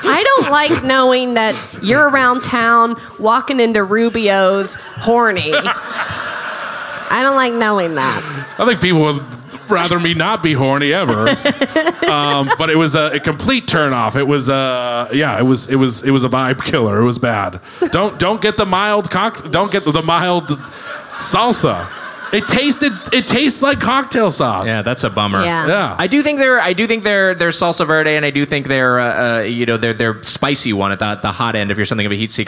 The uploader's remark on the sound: Recorded live at the House of Blues in San Diego.